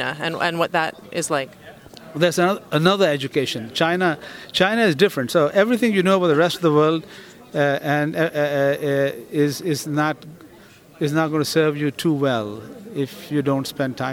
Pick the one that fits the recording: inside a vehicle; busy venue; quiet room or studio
busy venue